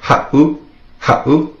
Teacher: If you were to take out that 7, it would be pronounced ha'u, with the 7 in there. Makes that little glottal stop, that pause.